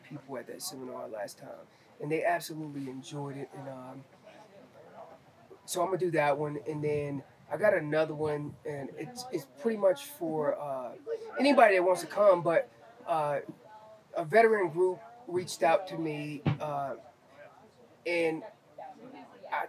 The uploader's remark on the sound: Live from the second annual Western Hunt Fest. After two days of elk-calling competition, seminars, and 3D courses.